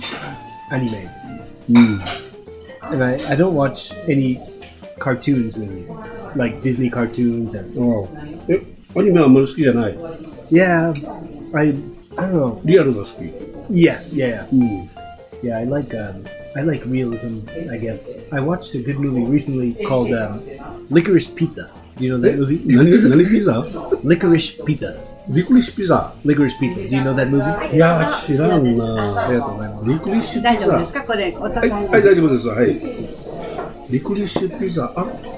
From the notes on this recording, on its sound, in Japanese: 3年ぶりの対面収録。それも「焼き鳥えっちゃん」で呑み撮り！コロナ禍になってから、ずっとリモートで収録していましたが、3年ぶりの対面収録です！それも、焼き鳥「えっちゃん」で呑みながらの収録。